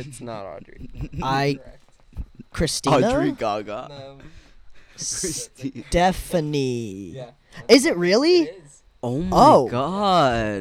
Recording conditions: background noise